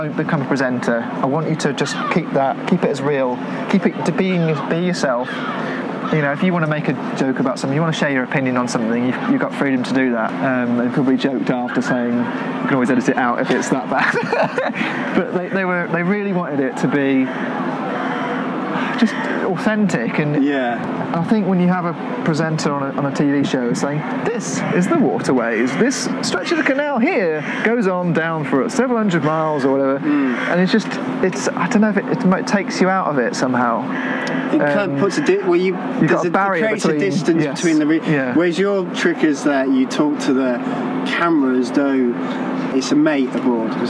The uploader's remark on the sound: Recorded outdoors at Gas Street Basin.